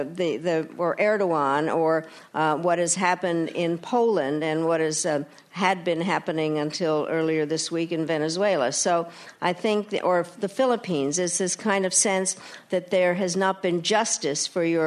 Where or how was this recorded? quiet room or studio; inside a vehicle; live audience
live audience